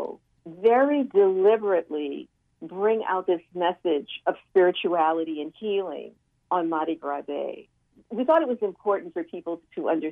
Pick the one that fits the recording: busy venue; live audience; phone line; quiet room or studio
phone line